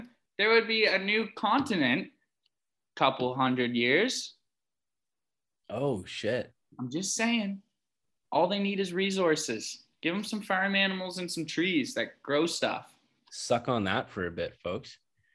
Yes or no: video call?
yes